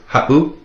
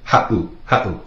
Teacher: Makes that little glottal stop, that pause.